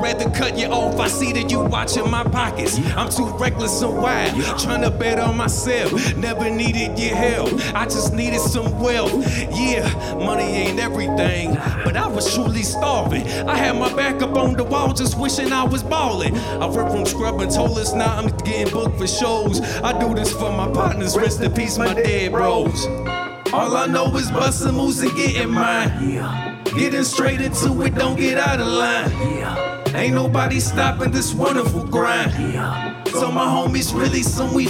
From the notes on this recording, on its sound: Live performance recorded at Square Cat Vinyl during Chreece 5 in August of 2019. Live performance recorded at Square Cat Vinyl during Chreece 5 in August of 2019.